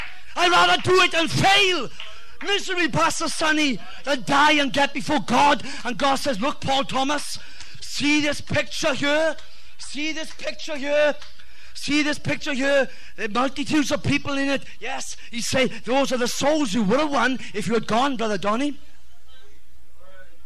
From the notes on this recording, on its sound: Revival message Preached at West Apostolic Church TX.